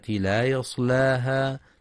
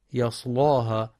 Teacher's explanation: ينتبه القارئ في كلمة لا يصلاها لترقيق اللام · Shown in: first take · فلا يقرأ يصلاها بتغليظ اللام لمجاورتها الصاد المفخمة.